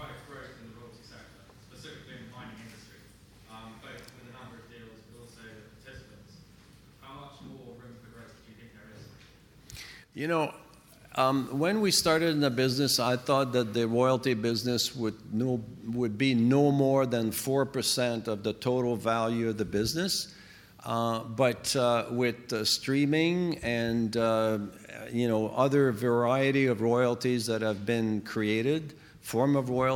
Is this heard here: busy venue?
yes